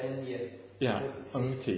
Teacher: And the T and the N, the ordinary N and T, are articulated in the same place. They're both dentals.